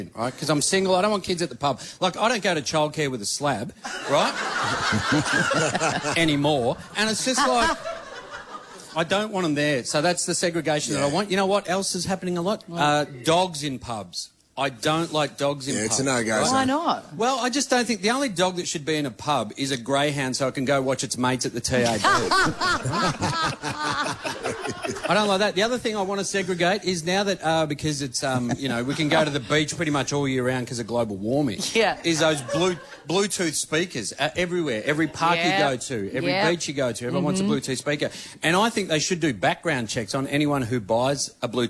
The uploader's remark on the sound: LIVE From The Melbourne International Comedy Festival. We’re LIVE from the Melbourne Town Hall for our annual Melbourne International Comedy Festival show!